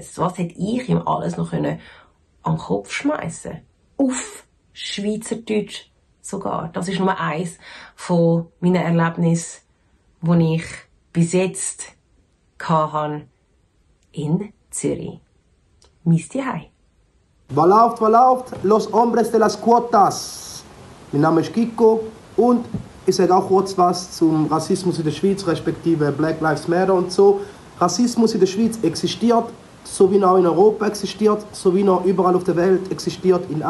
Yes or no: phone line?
no